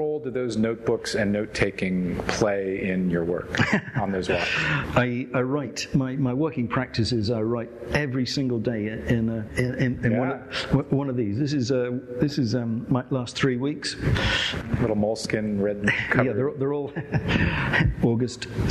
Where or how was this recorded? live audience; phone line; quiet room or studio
live audience